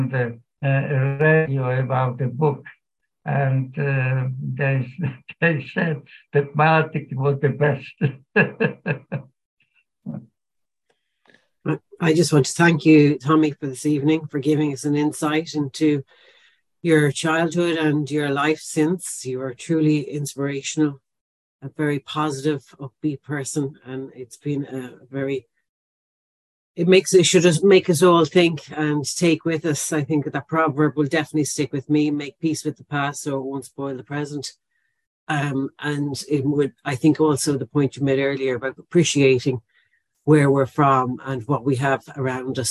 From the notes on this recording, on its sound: Killaloe Cathedral Lenten Talks No. 2. This talk is taken with permission from zoom live recording made and broadcast on St Flannans Cathedral live stream Killaloe. Originally broadcast on SBCR.